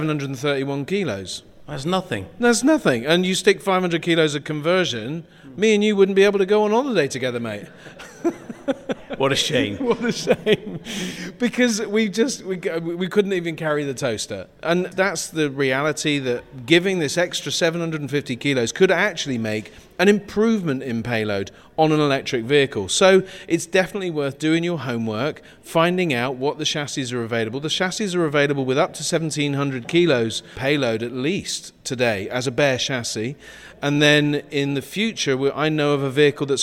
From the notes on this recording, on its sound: Live from Campervan Campout. In this special episode recorded LIVE on stage at Campervan Campout 2023.